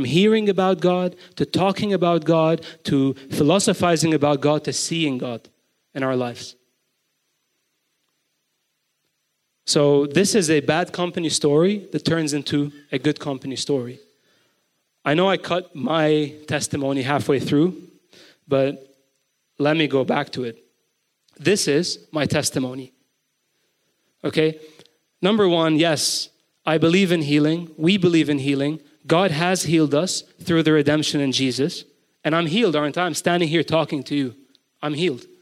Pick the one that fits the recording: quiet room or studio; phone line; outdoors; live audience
live audience